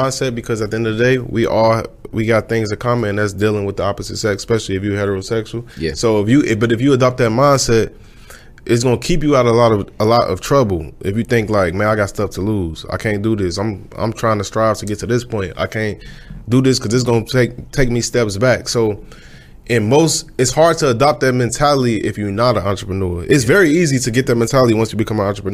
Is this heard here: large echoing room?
no